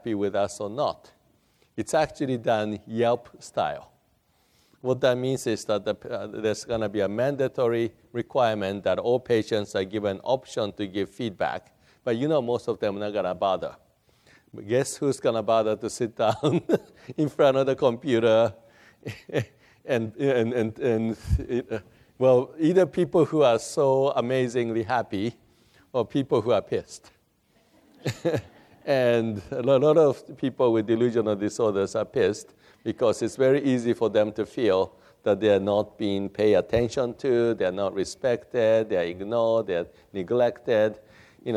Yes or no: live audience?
yes